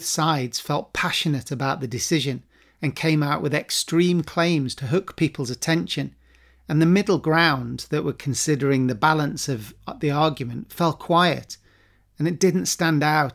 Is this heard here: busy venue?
no